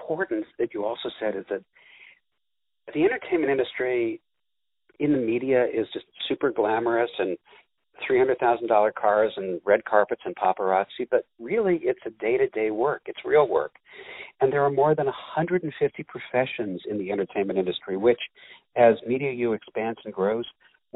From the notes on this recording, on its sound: On the phone